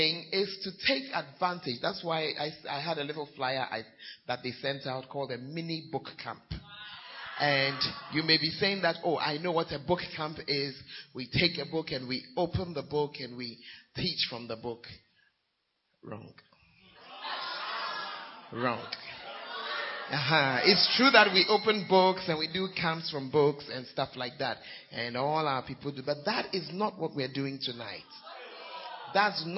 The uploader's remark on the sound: Preached At Gathering Service, UHAS